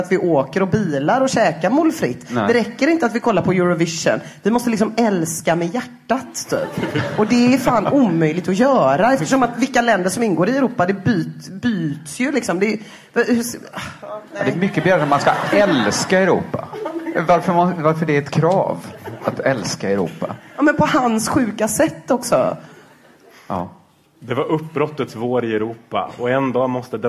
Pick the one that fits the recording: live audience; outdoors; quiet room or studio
live audience